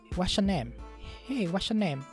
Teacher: S plus Y equals SH sound.